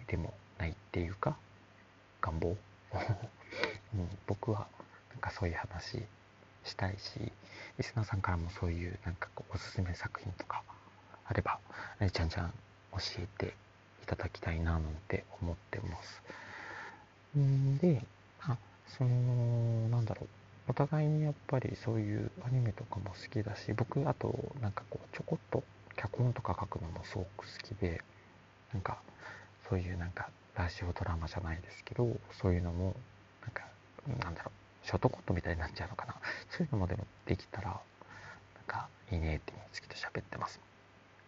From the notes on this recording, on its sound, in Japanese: 深夜に録音したのでヒソヒソです。BGM大きかったり、救急車通ったりしてます。